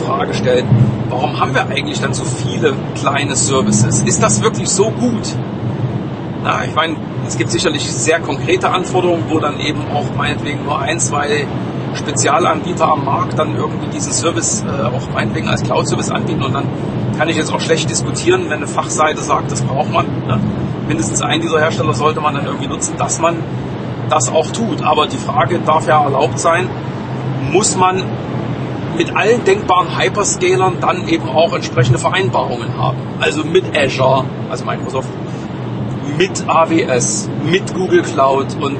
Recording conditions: background noise